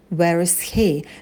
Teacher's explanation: Тоже звук «r» мы будем произносить, потому что слово «where», «где» и глагол «is» соединяются. · Term: линкинг